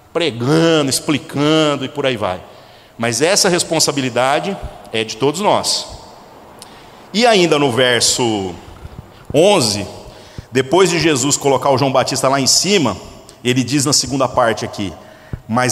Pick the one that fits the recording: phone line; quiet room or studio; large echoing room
large echoing room